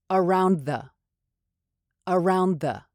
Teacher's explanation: Once again, you'll want to link these two words together. You don't need to take so much time to really emphasize the D sound in the word around.